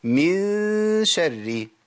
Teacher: من شر، عندي ده اخفاء، اخفاء النون الساكنة عند الشين